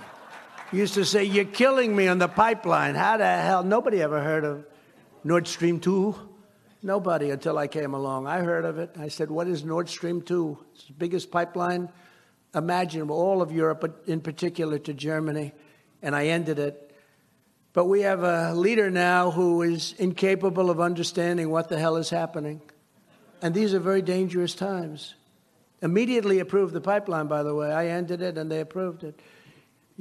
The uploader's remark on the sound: Heritage’s Annual Leadership Conference in Amelia Island, Florida